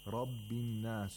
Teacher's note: the ra has tafkhim because the ra has a fatha. And the word an-nas, the lam of an-nas, and also the hamzatul wasl are silent because there's a sun letter after the alif lam.